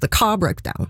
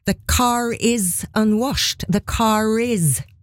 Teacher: Is starter med vokal, og her kommer da R-en, her uttaler vi R-en som på slutten av ordet car · Shown in: second take · Ja, den, men den blir nesten som en start på neste.